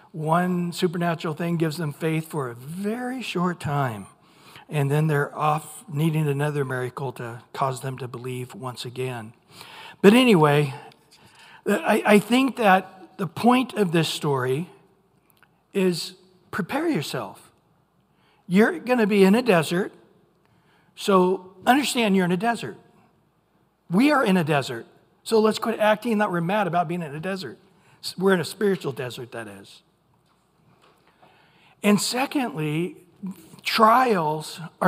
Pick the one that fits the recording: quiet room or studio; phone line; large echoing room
large echoing room